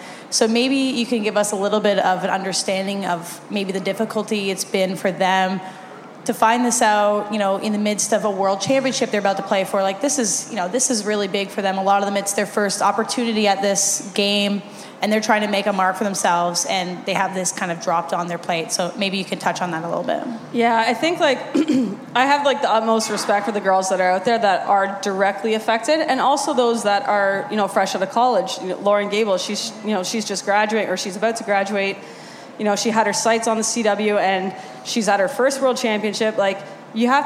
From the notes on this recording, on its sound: Audio from Puck Talks April 6 Canada-USA Women's World Championship event